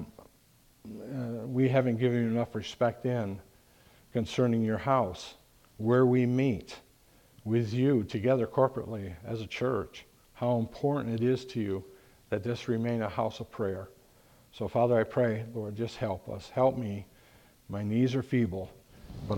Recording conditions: large echoing room